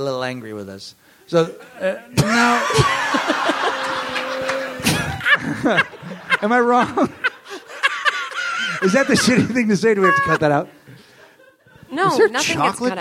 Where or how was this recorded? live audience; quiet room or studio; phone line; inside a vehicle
live audience